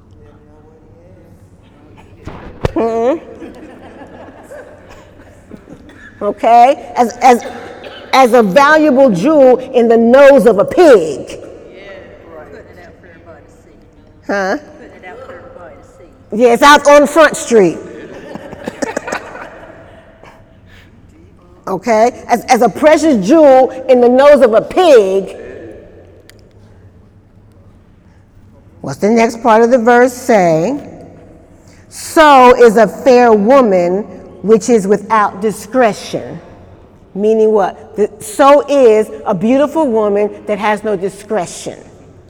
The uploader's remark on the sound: During Wednesday night service on October 3, 2018